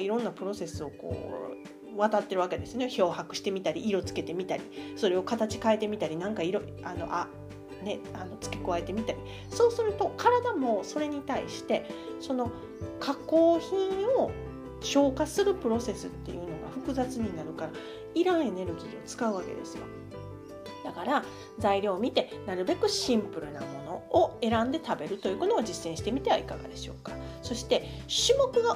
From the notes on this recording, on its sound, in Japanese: 少しノイズが入っており、気になる方がいるかもしれません、すみません